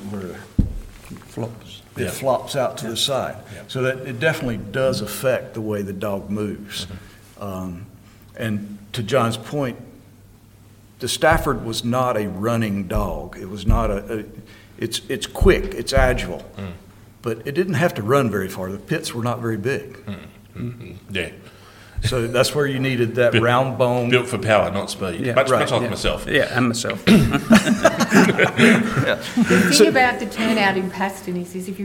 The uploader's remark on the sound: Our first ever live podcast recording. From the UK. From the US.